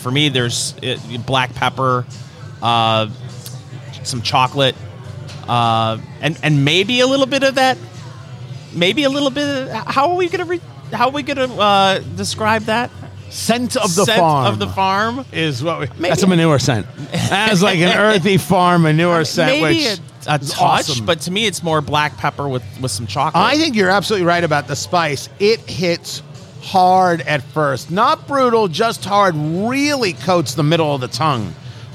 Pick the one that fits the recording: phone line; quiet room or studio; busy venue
busy venue